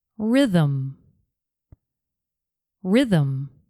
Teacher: The unwritten sound between TH and M in rhythm is a schwa. The sounds th and m don't blend together. So, a schwa is spoken to link the two sounds.